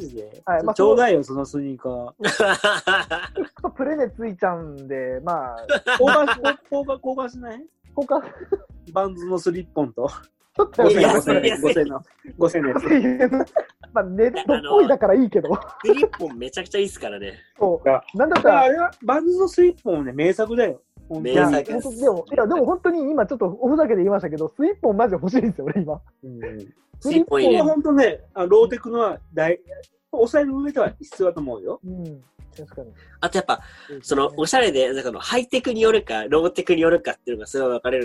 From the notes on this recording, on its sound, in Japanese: 4人で行ったZOOMコラボ収録